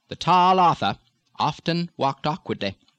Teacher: New Englanders usually keep the T in often.